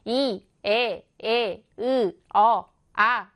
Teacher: 그래서 입술이 동그라지면 원순모음이라고 하는 겁니다. 그래서 평순모음, 입이 평평해지는 것, 입술이 평평해지는 건 이, 에, 으, 어, 아 이런 것들이 있는 거죠.